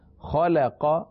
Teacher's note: خ اور قاف حروف مستعلیہ میں سے، لام مستعلیہ میں سے نہیں ہے، لہذا خ اور قاف کو پر پڑھنا ہے